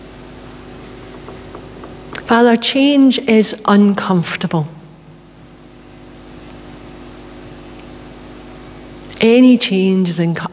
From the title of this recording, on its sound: Live at the Old Kirk